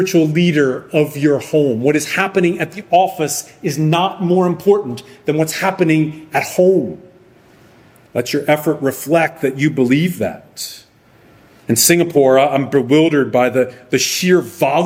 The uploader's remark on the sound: Sermon preached by Guest Preacher on August 6, 2023 at Arlington Baptist Church in Arlington, Virginia.